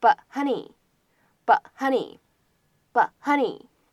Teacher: 当 but 和 honey 出现在一起呢，有不完全爆破的现象